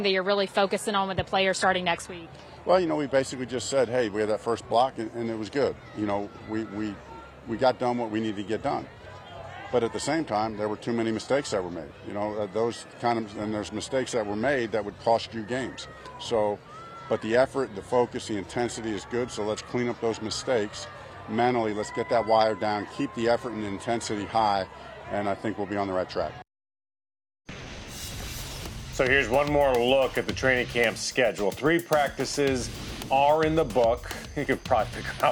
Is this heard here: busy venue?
yes